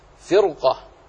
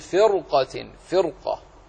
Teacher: فرقة راء ساكنة بعد كسر أصلية، ولكن وقع بعدها حرف استعلاء مفتوح، فلذلك تفخم الراء ولا ترقق